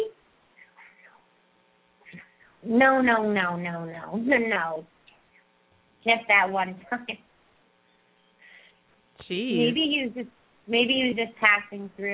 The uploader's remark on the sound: open up the lines for listeners to call